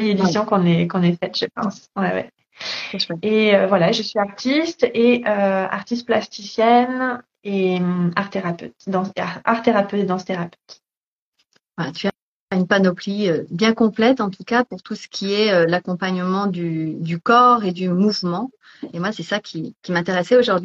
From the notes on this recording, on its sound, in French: il s'agit d'une rediffusion d'un live Instagram